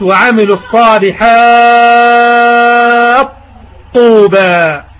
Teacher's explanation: وعملوا الصالحات طوبى، التاء هنا أدغمت في الطاء من باب التجانس، يسمى إدغام كبير متجانسين كامل، إدغام كبير متجانسين كامل. ذهبت التاء ذاتا وصفة وشددنا حرف الطاء